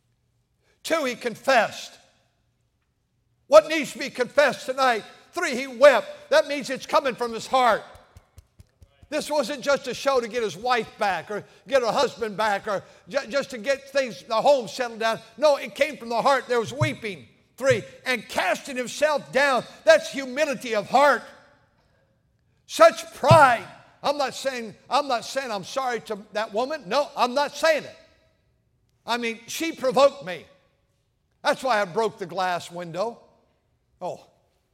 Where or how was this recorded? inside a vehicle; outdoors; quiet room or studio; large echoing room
large echoing room